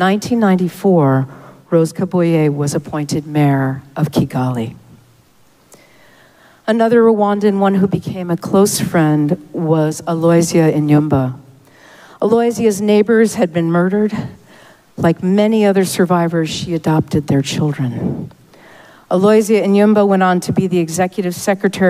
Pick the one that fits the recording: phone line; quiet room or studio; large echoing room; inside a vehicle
large echoing room